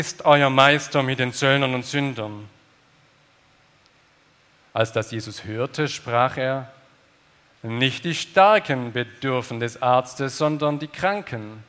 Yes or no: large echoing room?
yes